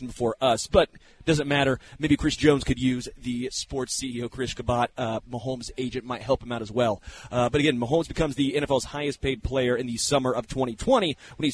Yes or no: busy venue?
yes